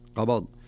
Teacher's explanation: الباء فيها ساكنة قبض والضاد متحركة، فلابد من قلقلة الباء، فلا نقول قبضناه، لابد أنك تقلقل عشان يخرج الحرف على طبيعته وعلى سليقته وعلى صحته.